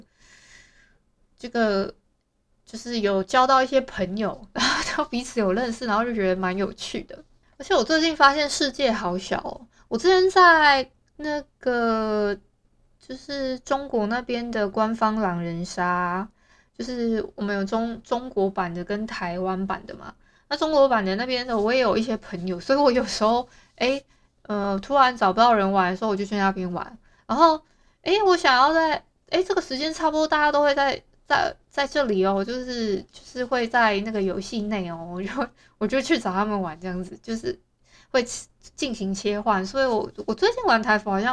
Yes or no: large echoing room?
no